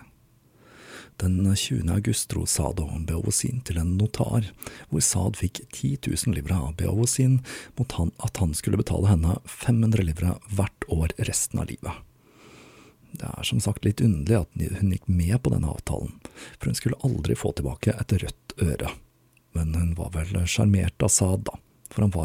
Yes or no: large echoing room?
no